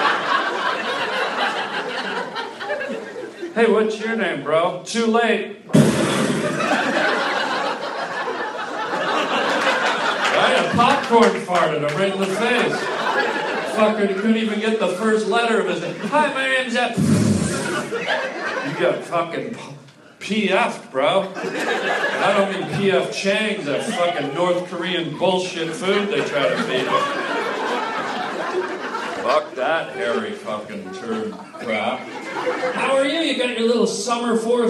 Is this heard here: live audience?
yes